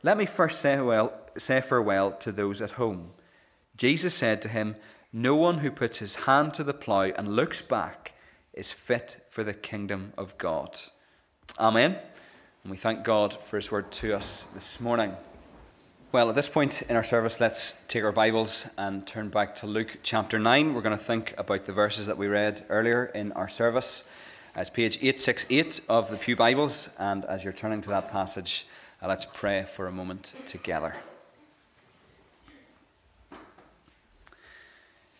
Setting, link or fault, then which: setting, large echoing room